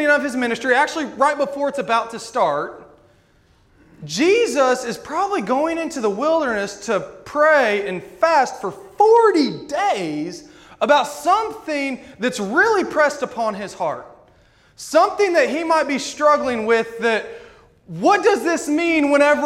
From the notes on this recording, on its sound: This sermon was preached at Rockville Church of the Nazarene on February 27, 2022.